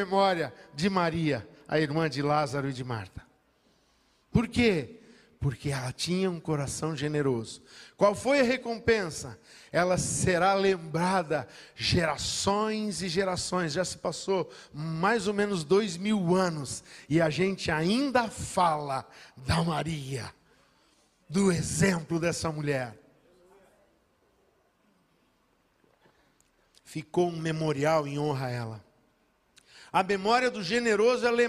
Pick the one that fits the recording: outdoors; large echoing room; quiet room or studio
large echoing room